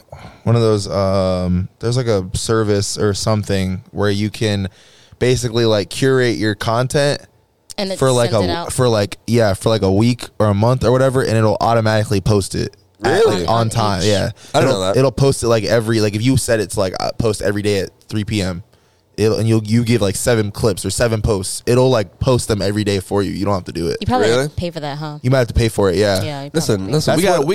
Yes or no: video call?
no